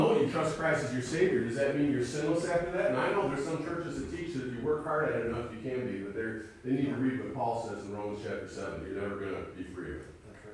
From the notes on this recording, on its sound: Sunday morning message recorded live at Calvary Baptist Church of Caseville MI.